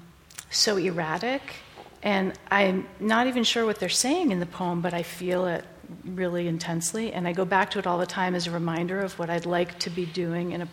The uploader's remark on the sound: PODO Live. LIve in front of an audience in the Woodman Center at the Moses Brown School in Providence, RI.